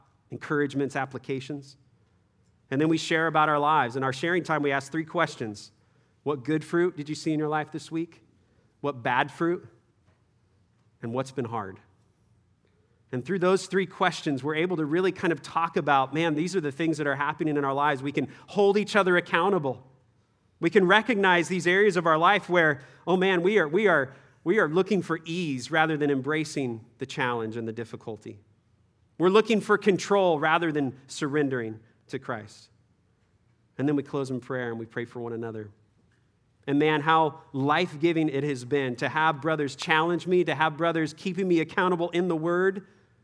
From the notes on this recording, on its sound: Third session at our 2023 Men’s Conference